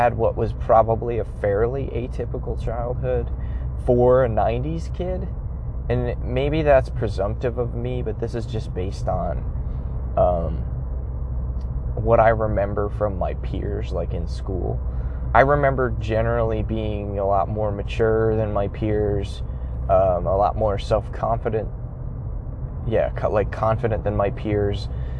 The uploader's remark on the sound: I recorded the audio in my car so the quality won't be as good as usual.